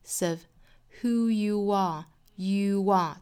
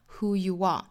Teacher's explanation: 连读 of who you are 带出元音的 w 的发音